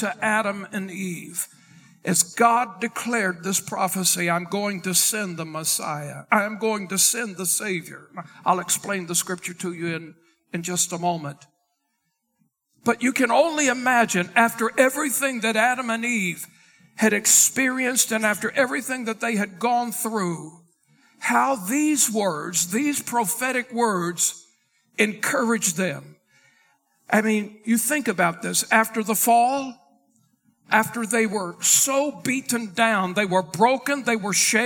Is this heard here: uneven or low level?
no